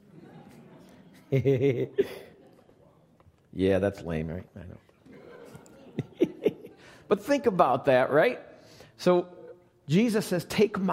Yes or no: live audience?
yes